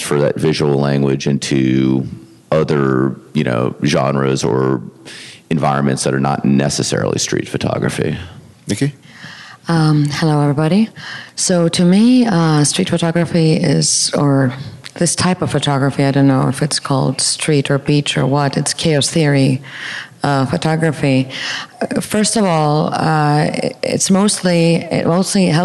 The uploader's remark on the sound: A live panel on street photography that was recorded live at this year’s Miami Street Photography Festival.